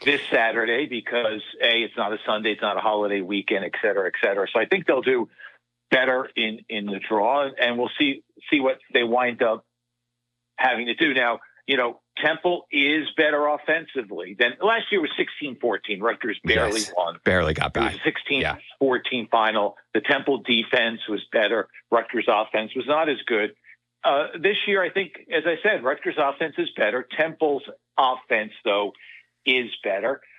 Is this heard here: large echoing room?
no